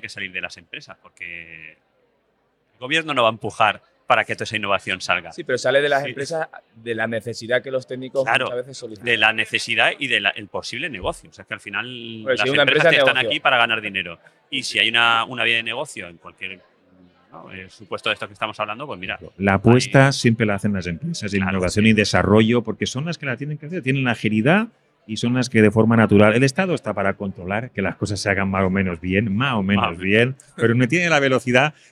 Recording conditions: busy venue